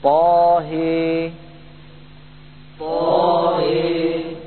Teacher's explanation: وأمال الهاء من طاه إمالة كبرى